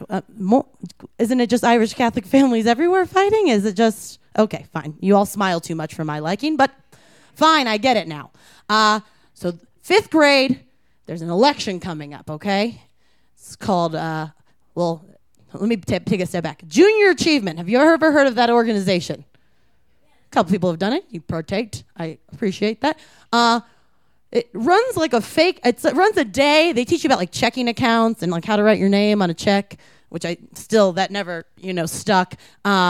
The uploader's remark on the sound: These stories were recorded live at Buntport Theater on September 17, 2014.